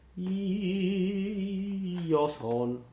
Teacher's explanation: if you have a word like io or mia, you want to hang on to that first one almost as long as possible and then go to the last part of it at the very end.